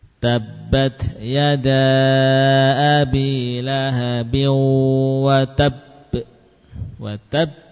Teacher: Nah, ba yang kedua yang sekarang sudah sukun itulah yang muncul qalqalahnya.